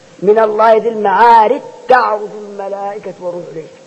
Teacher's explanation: تدغم الجيم في التاء نصا ليست لها نظائر أخرى، الجيم تاء الجيم تدغم في التاء في هذا الموضع في